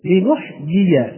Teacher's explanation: لنحيي هذه الكلمة، فهذه الياء تسمى بالياء المتحركة، فهذه الياء تسمى ياء غير مادية، وهي الياء المتحركة تخرج من وسط اللسان